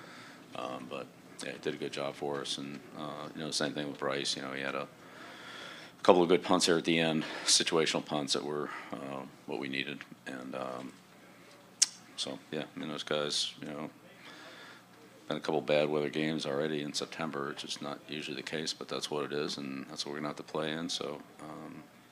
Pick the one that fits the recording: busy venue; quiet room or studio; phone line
busy venue